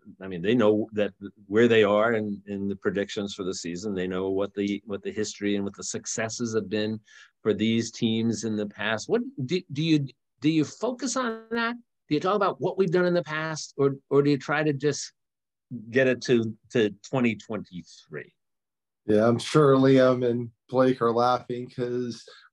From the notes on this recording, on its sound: The Bluebloods are live from the virtual Ivy League Media Day.